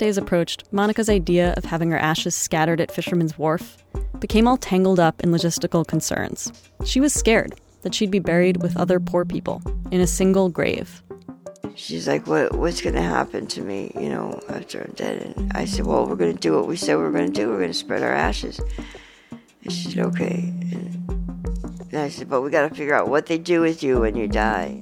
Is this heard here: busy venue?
no